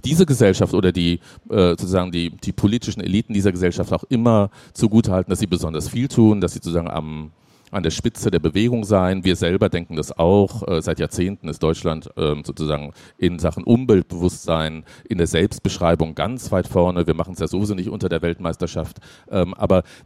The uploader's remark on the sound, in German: Auf der Leipziger Buchmesse.